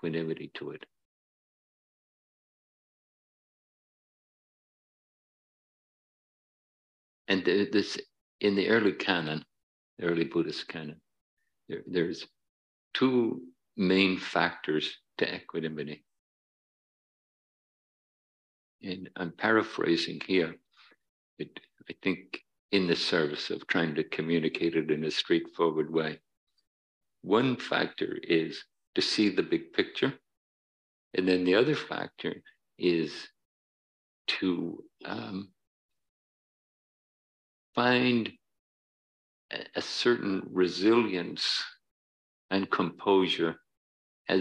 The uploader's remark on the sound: Dharma talk at City Center. In this talk from Beginner's Mind Temple.